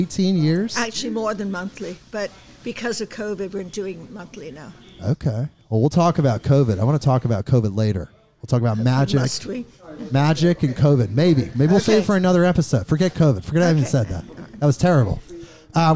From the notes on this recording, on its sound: This takes place live at 'Whelan's Irish Pub' in Portland, OR.